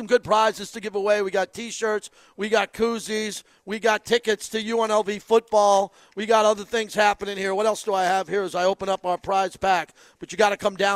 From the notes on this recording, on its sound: LIVE FROM LA CASA CIGARS IN TIVOLI VILLAGE